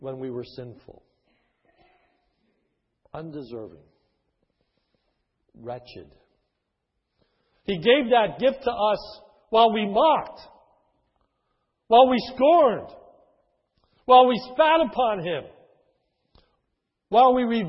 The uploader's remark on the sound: His is a sermon recorded at the Lebanon Bible Fellowship Church, in Lebanon, PA, on 12/19/2010 during the morning service.